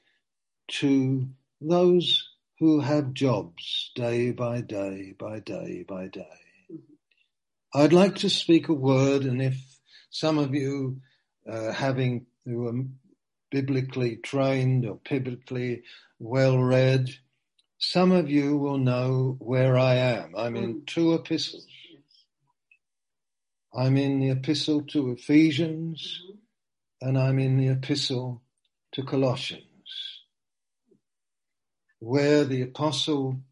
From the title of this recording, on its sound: (Zoom) - Teign Valley Sessions - 19:00